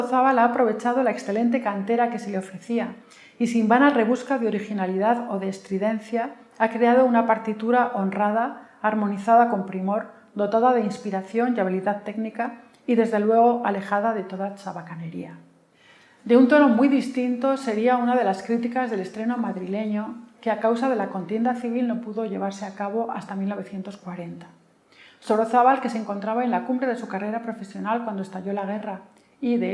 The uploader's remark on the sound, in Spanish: Ciclo de Conferencias que el Teatro de la Zarzuela programa en colaboración con la Asociación Amigos de la Ópera de Madrid. La conferencia fue grabada en el Teatro de la Zarzuela en noviembre de 2021.